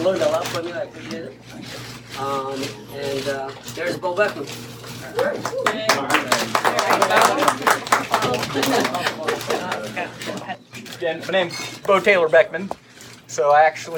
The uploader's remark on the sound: Live at the Wine Garden. Wasn’t sure that audio would turn out, glad it did.